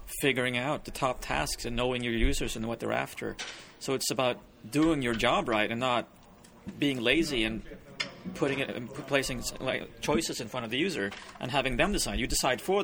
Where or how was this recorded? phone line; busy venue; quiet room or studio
busy venue